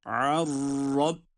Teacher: cezimli nun kendisinden sonra gelen ra harfine katılarak ra şeddeliymiş gibi okunuyor. Buna idgam bila gunne diyoruz.